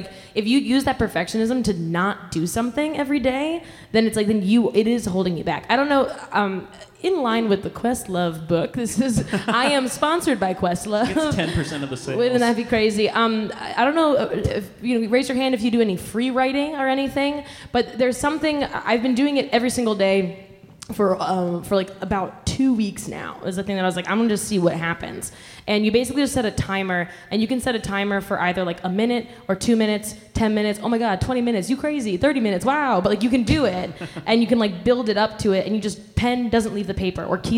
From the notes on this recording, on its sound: Live in Chicago!